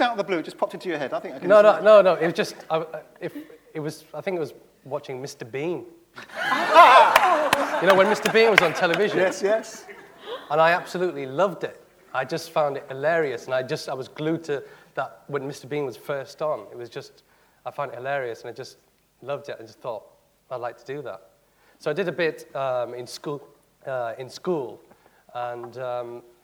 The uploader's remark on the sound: This is a recording of a live Platform event from October 2011.